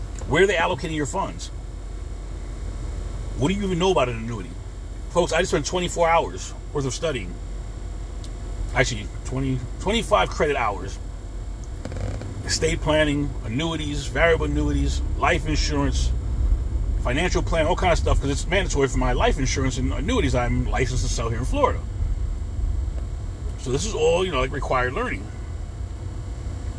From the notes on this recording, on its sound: In this CarCast